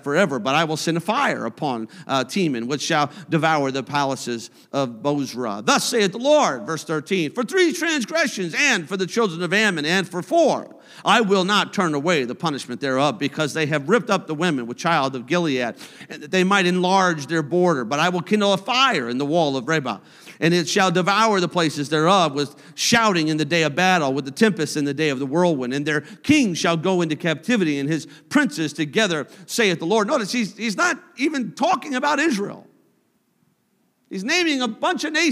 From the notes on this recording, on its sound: a service recording from Connect Point UPC